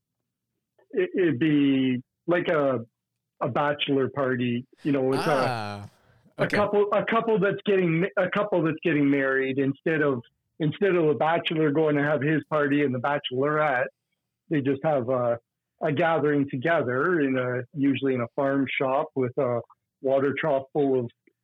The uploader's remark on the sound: Joined in the studio by phone. From Canada.